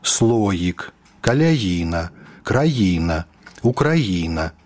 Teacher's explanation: Гэтая гукавая асаблівасць беларускай мовы прыкрываць галосны гук «і» спераду «ётам» праяўляецца і ў сярэдзіне слова, калі галосны ў пачатку склада, і зноў-такі пад націскам.